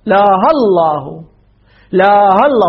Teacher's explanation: ونحذف همزة الوصل في لفظ الجلالة، تقع ساكنين مغتفر